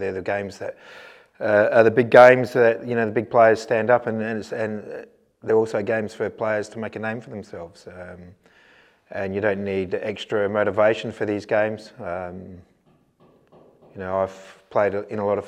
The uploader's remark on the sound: speaks to media at Coopers Stadium